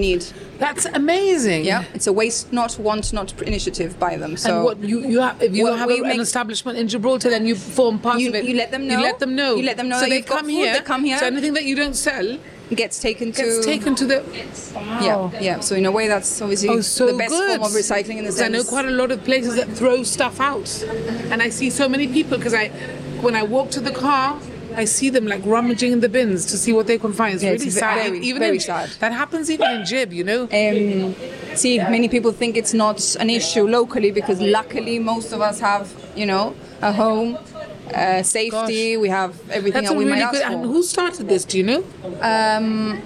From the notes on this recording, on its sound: The recording was on the patio of The Eatalian which explains the traffic noise!